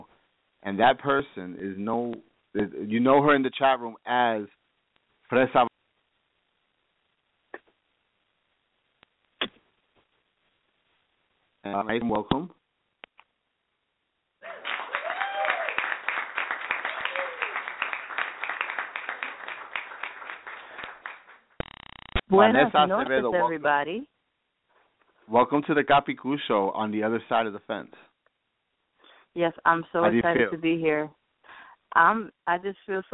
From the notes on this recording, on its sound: THIS WILL BE A LIVE CALL IN SHOW